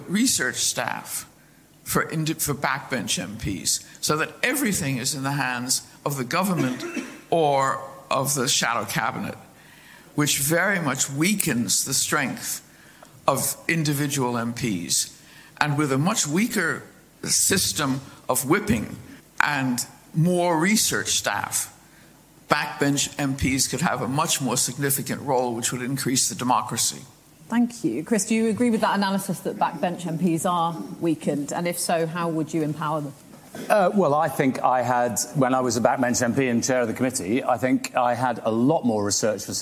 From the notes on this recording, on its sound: This conversation was recorded at the winter Cambridge Literary festival in December